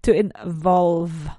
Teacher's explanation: So pronounce that V sound, this vibrating V sound.